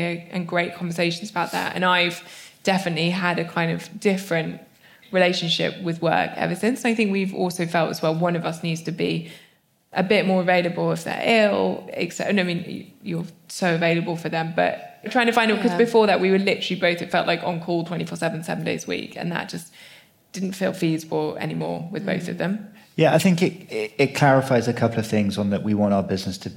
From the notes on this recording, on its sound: the first ever live recording of the feel better podcast